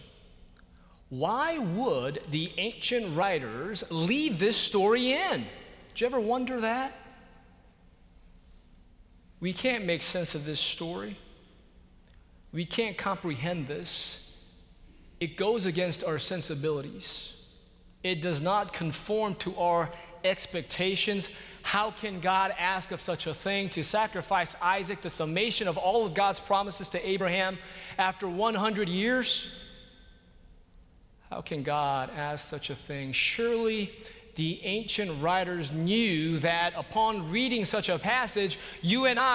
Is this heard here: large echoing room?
yes